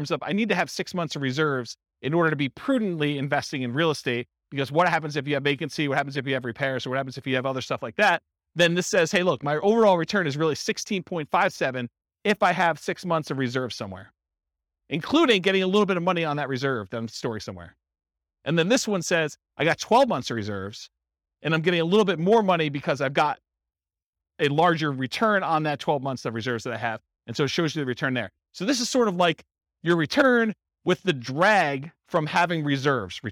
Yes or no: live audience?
yes